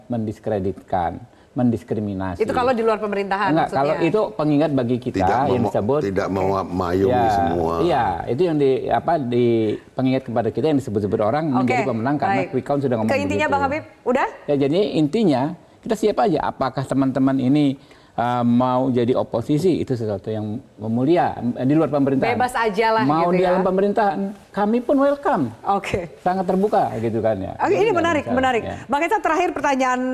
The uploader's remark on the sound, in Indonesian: LIVE EVENT INDONESIA MEMILIH